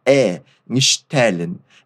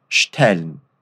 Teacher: É um som aberto e curtinho.